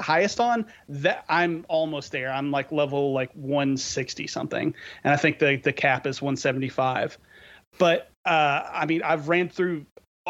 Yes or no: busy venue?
no